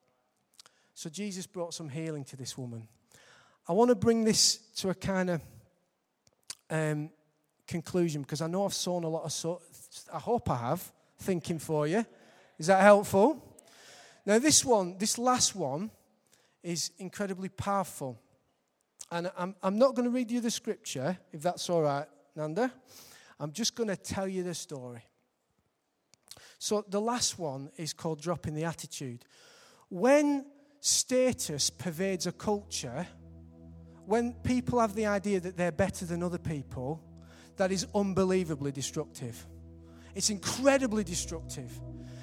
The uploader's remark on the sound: Recorded live at Life Church on Sunday 22nd March 2015.